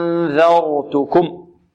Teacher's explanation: إذن هنا النون الساكنة إذا أردنا أن نخفيها فنهيئ المخرج، نعم، في حالة الغنة يعني نتهيئ لمخرج الذال هكذا. فأن يعني في حالة الغنة يكون طرف اللسان على طرف الثنايا العليا في مكان الذال · Term: الإخفاء